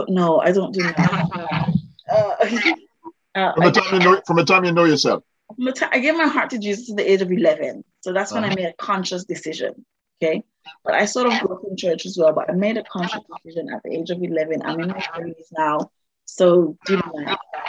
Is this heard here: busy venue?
no